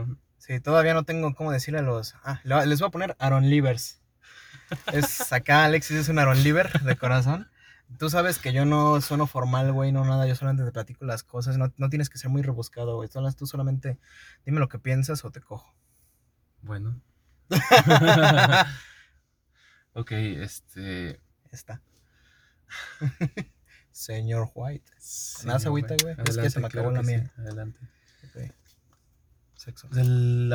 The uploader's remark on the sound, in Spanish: Una disculpa por la calidad del audio pero como lo explicamos en el episodio, estábamos encerrados dentro de un carro en el estacionamiento de una plaza